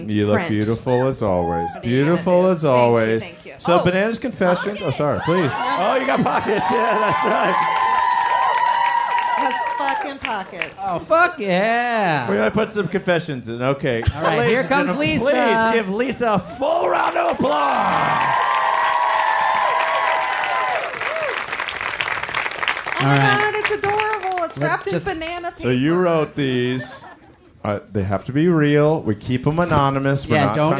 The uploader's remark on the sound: It's Bananas live from the Dynasty Typewriter in LA!